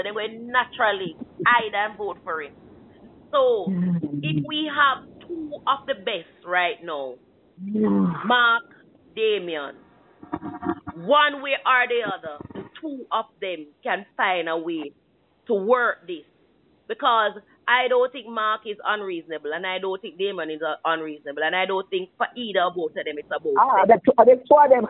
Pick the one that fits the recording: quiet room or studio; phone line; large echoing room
phone line